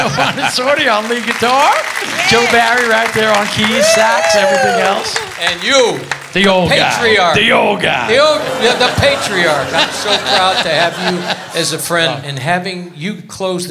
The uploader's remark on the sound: Live at the SouthPoint Casino.